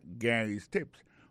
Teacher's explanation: alors accent tombe sous premier syllabe